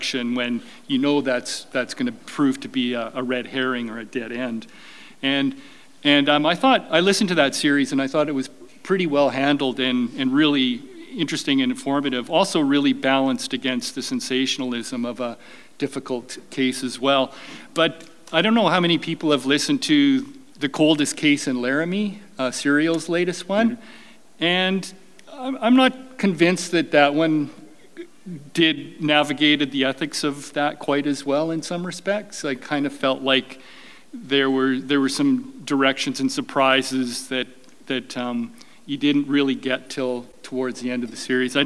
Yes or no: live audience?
yes